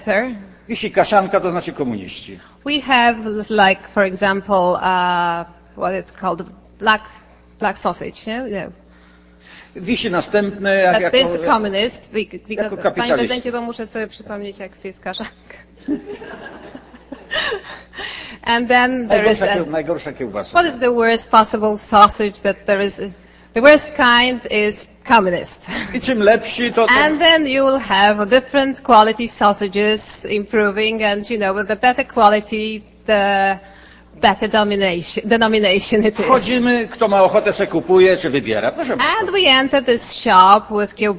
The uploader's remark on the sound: Inaugural lecture of the Millennium Lecture Series, October 8, 1999.